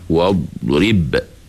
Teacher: Sebab di antara sifat huruf dot ini, dia tidak termasuk qalqalah.